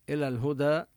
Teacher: نظهر اللام لأن الهاء بعدها من الحروف القمرية